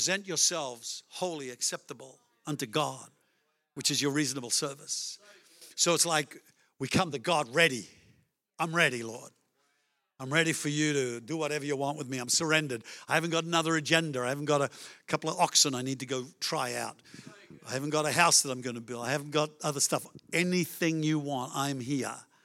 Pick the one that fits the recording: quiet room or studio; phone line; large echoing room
large echoing room